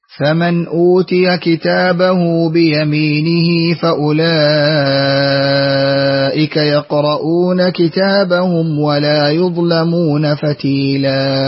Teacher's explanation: أشبعت المد المتصل في قوله أولئك